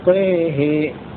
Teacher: وشعبة وهذه الإمالة الكبرى الوحيدة لورش في القرآن ونطقها هكذا أولا حمزة والكسائي وشعبة سيميلون الطاء والهاء هكذا طيه وأبو عمرو وورش يميلان الهاء فقط ويفتحان الطاء هكذا